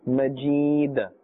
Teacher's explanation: وَعَلَىٰ آلِ إِبْرَاهِيمَ إِنَّكَ حَمِيدٌ مَجِيدٌ مَجِيدٌ Since dal, we are giving it a temporary sakin and therefore qalqala is taking place.